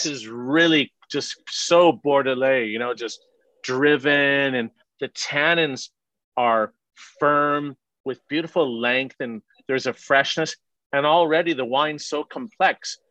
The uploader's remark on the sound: over Zoom